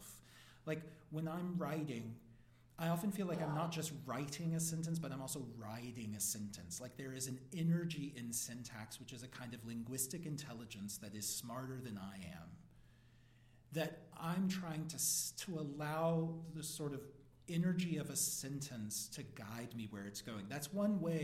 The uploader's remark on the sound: at 2019 Writers' Block Festival